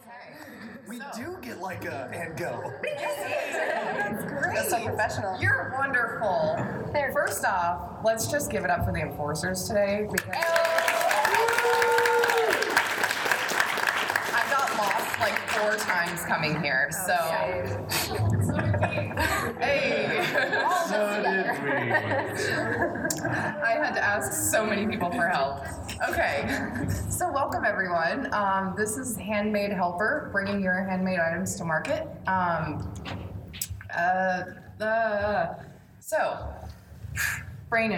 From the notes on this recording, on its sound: PAX Unplugged Panel.